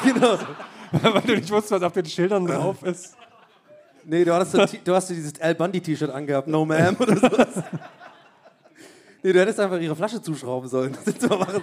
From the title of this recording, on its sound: Live in Erlangen